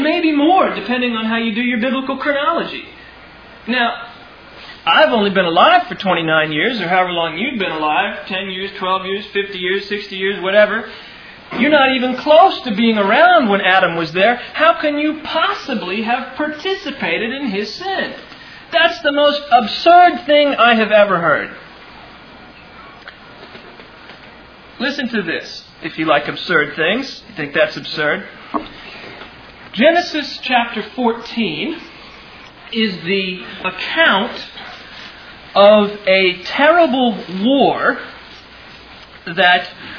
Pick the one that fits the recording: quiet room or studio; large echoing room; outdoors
large echoing room